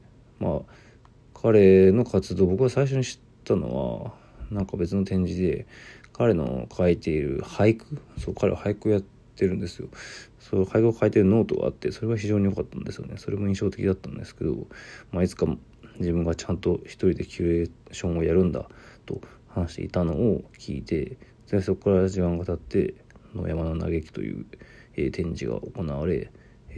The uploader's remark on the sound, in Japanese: ボイスメモです。